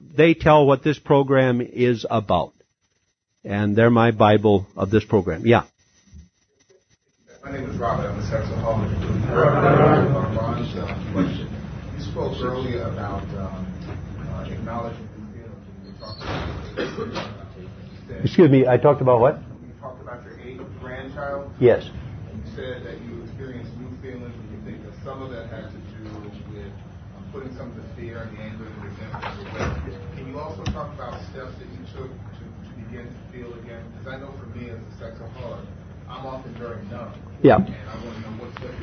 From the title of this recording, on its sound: SA/SANON Unity Conference in Orange County CA 1995